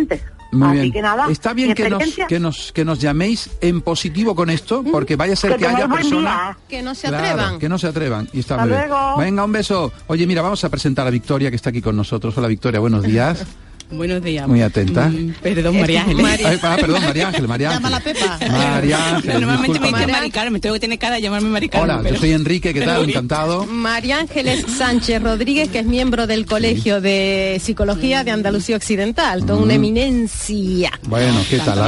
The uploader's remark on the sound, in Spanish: responde a las llamadas en directo del público